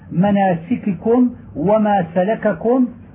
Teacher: وإذا تكررت الكاف وجب أن تتحفظ بإظهار الكافين لئلا يقرب اللفظ من الإدغام لتكلف اللسان صعوبة التكرر، وذلك نحو مناسككم وما سلككم، وكذلك إن تكررت من كلمتين نحو نسبحك كثيرا ونذكرك كثيرا إنك كنت بنا بصيرا وإنك كنت من الخاطئين وإنك كادح إلى ربك كدحا وشبهه.